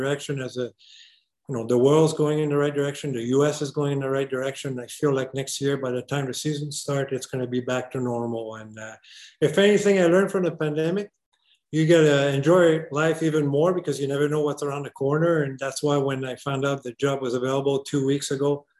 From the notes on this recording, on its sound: ALLENTOWN, PA. The AHL Report team joined the Flyers’ virtual media call.